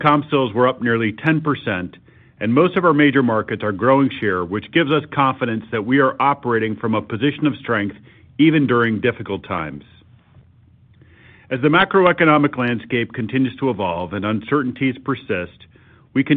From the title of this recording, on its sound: Earnings Conference Call